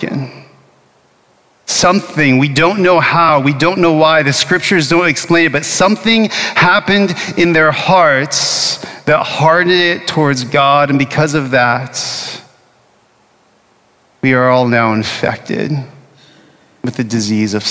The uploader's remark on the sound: Originally preached at Bethany Lutheran Church in Austin, Texas on Ash Wednesday of 2024.